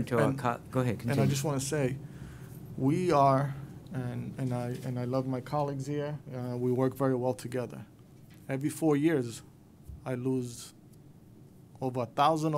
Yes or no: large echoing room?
yes